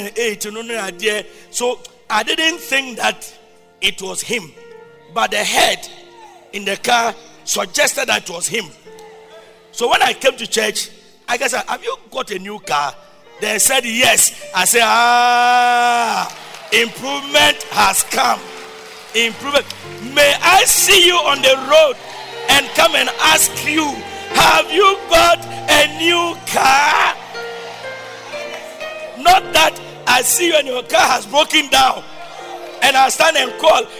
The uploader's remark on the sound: Preached at Loyalty House, Abbey, Dahwenya